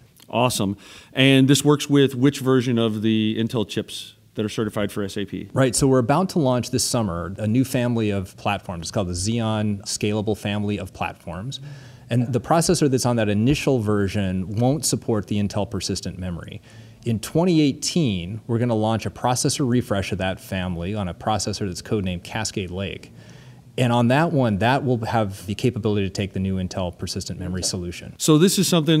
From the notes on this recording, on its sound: at SAPPHIRE NOW and ASUG Annual Conference 2017.